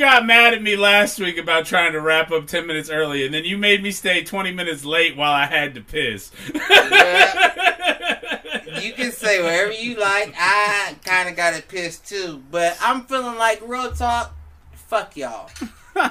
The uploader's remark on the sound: A teacher joins us live from the picket line.